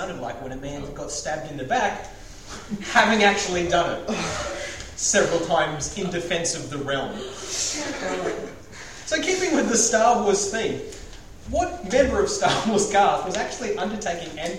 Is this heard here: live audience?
yes